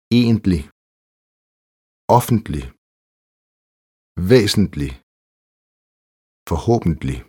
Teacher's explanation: På dansk er orddelen endelig ubetonet, mens den er betonet på svensk.